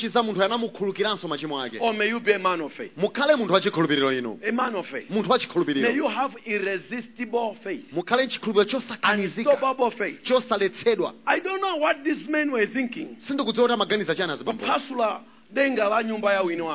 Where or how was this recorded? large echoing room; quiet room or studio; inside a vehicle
large echoing room